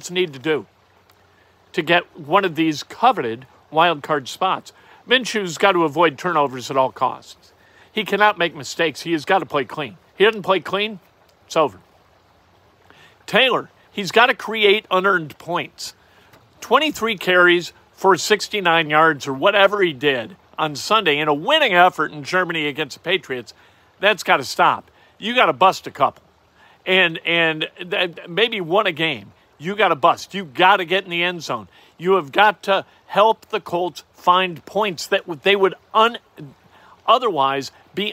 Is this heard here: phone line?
no